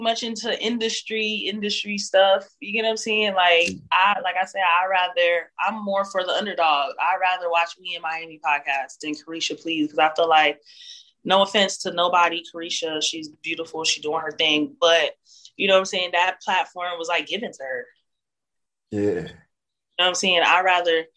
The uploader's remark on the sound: zoom interview